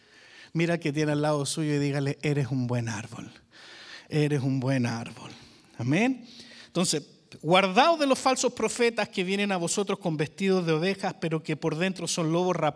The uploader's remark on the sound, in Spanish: Grabado EN VIVO - En iglesia VMF en la ciudad de Arlington, Texas.